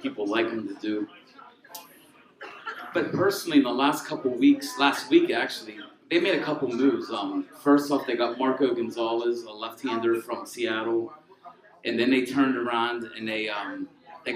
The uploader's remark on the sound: A special LIVE event at Gorman's Pub in Pittsburgh, PA. Thank you to Gorman's Pub for hosting.